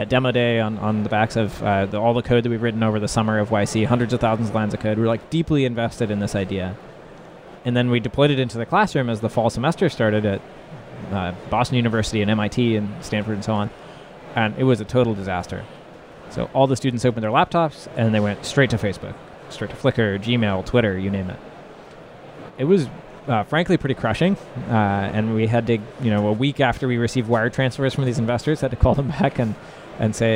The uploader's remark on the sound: live at Slush 2019